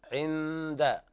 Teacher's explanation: إخفاء حقيقي لوقوع الدال بعد النون الساكنة